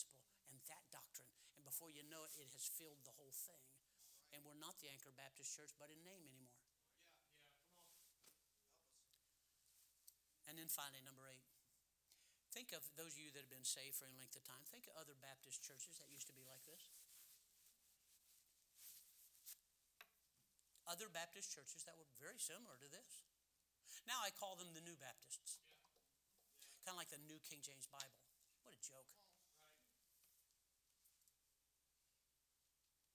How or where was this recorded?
large echoing room